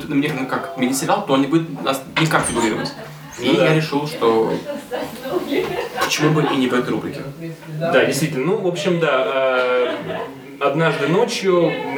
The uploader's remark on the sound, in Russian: Извините за качество звука: эпизод записывался на корпоративе Телекинеза.